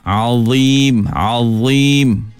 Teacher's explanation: Azim, keluarkan hujung lidah dan sebahagian besar lidah akan terangkat ke arah lelangit. Kalau tidak jadi azim, azim jadi zal.